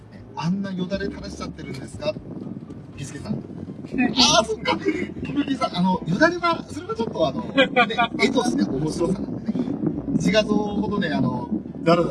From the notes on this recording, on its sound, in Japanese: 環境音などの雑音がひどい録音状態